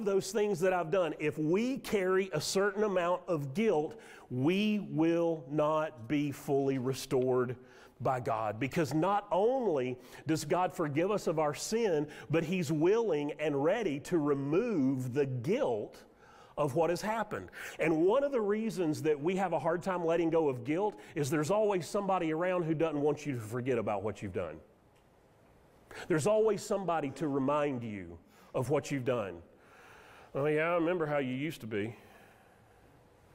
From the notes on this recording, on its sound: Sermon audio from Mission Church in Locust, NC.